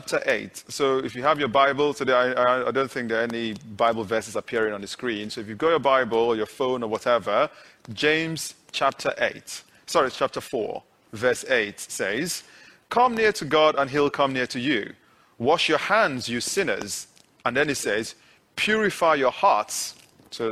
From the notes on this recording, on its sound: this is audio of the sermon taken from the live stream of this meeting